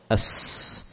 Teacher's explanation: Di ujung lidah menempel di gigi seri bawah · Term: sin